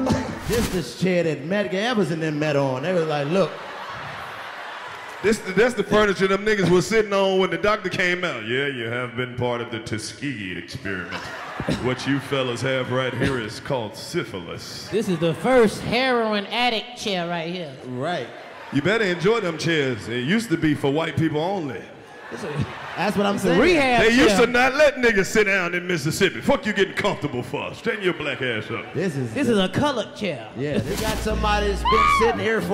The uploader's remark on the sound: The Jackson Mississippi Comedy Special. They waste no time roasting the whole audience. Try to figure out why therr are so many black police officers in the building. The fellas break out into hood theater and go out into the audience looking for witnesses but Jackson ain't see shit!